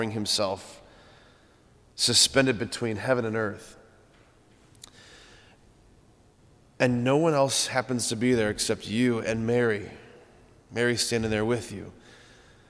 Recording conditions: large echoing room